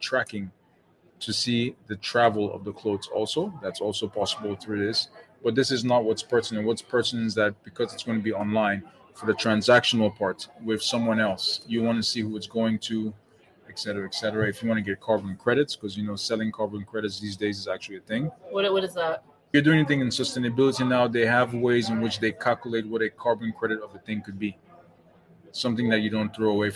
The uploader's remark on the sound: an on-location conversation that took place on a sunny Saturday in the window of the Never Fade Factory located on Old Compton Street